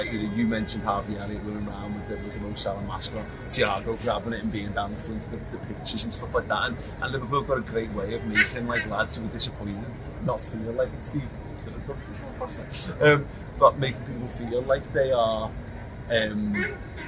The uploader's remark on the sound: Outside Wembley once again, the morning after Liverpool beat Chelsea to win the FA Cup Final!